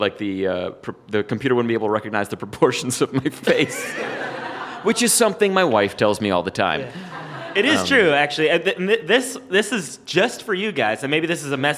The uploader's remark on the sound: "piffle!" is recorded live at the Comedy Café Berlin in Berlin, Germany.